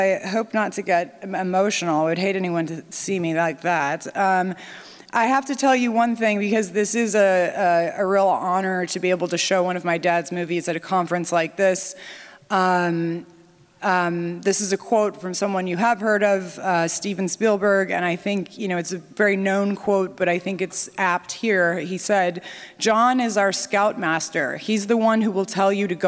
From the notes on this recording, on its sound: NatCon 3 Miami. Remarks at the Miami National Conservatism Conference on September 12, 2022. Following the screening of "The Wind and the Lion".